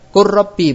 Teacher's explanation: Lamnya diubah menjadi ra. · Term: idgham mutaqaribain